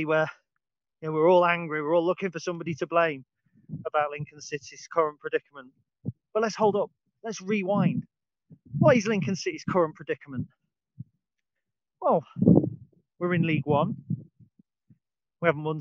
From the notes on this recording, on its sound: Recorded on the dog walk. This is filmed outside and on video, so the sound quality may differ from the usual podcast.